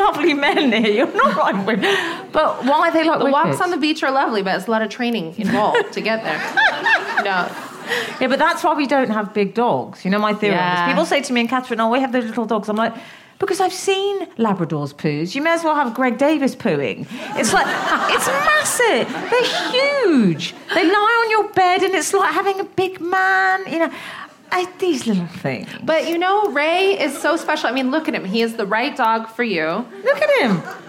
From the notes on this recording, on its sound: In front of a live audience with their two dogs Meg Ryan and Raymond.